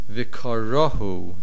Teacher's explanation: The main accent is on the resh. Make sure you hear the and sound the hey at the end.